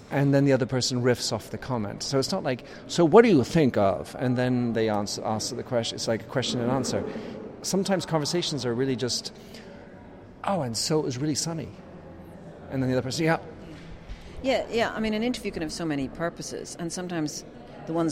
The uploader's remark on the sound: This interview, recorded last week at the GEN 2016 Summit.